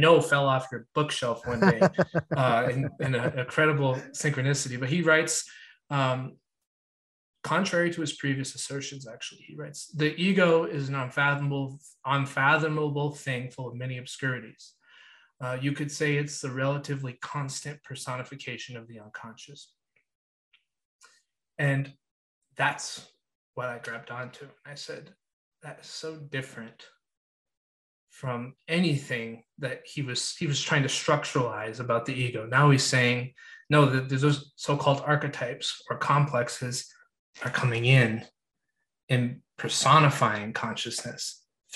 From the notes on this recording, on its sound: Had a long philosophical chat on zoom recently, which he recorded.